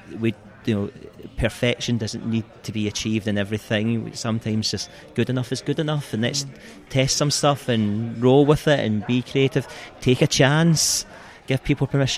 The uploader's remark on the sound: LIVE from the Scottish Fundraising Conference 2022